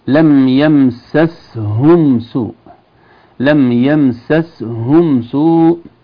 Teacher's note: السين متحركة بالفتح، سين ساكنة، الهاء من الحلق